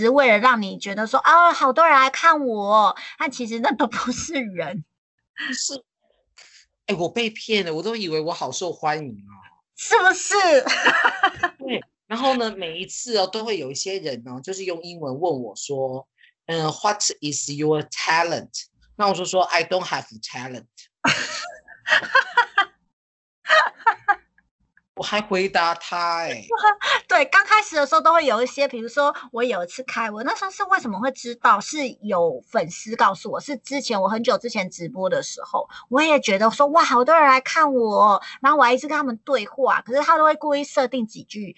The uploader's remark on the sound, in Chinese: 這集節目是在2021年台灣新冠肺炎最嚴重，全國三級警戒的時候錄製的。用skype錄製，聲音還行。在線上對談。